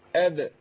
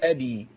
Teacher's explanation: إحنا عندنا ما نكسرش الباء لأنها ساكنة مقلقلة. لكن إحنا وإحنا بنهز المخرج بتاخد جزء من حركة الفتح. · Shown in: first take